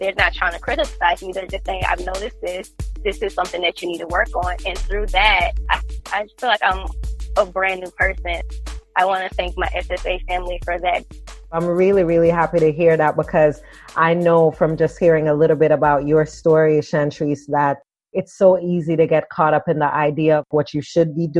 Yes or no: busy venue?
no